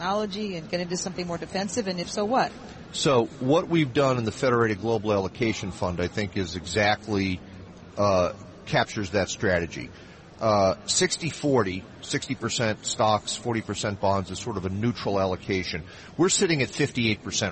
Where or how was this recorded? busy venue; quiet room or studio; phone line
busy venue